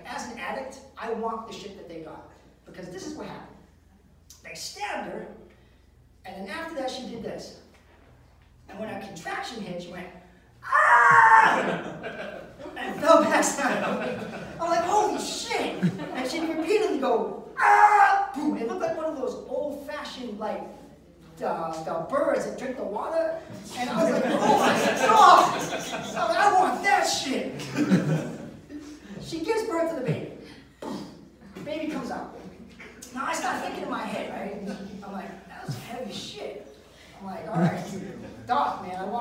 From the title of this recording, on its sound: Live at the MEG